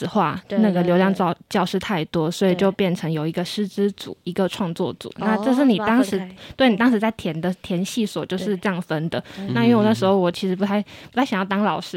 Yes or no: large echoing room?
no